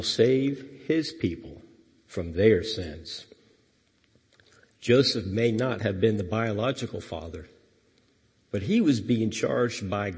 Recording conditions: large echoing room